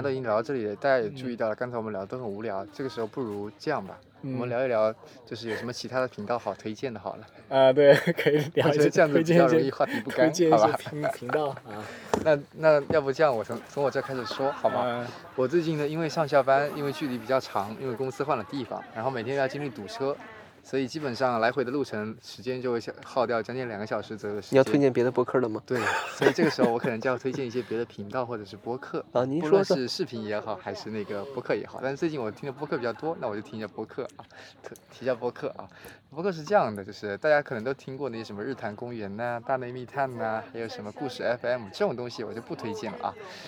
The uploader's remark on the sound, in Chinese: 上个周末去露营了心心念念，同时还心心念念的试了一下户外录制是什么感觉。